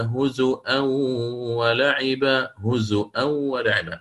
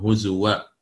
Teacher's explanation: حيثما وردت في كتاب الله تعالى قرأ الإمام ابن كثير بتحقيق همزها · Shown in: first take